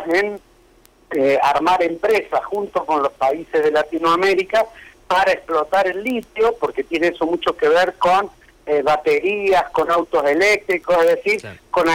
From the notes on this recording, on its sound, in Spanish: En entrevista telefónica